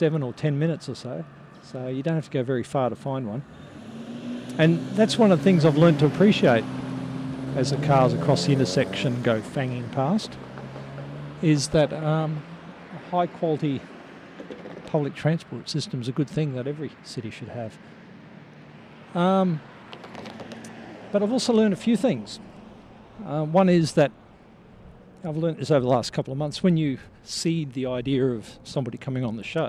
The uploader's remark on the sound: While walking home I thought I’d reflect on a couple of things